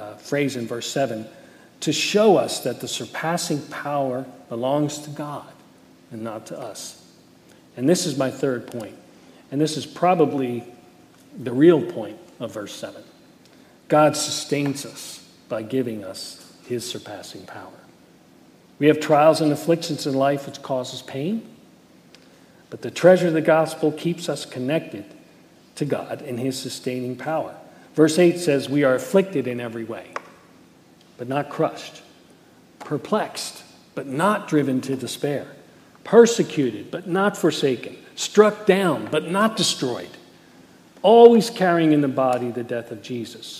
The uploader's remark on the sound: Message Preached at Valley Creek Church.